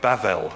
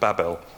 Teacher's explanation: In Hebrew it's written just using consonants, B-B-L, but the second B is pronounced more as a V · Shown in: first take · So I think today you'll find Jewish people might say Bavel instead of Babel.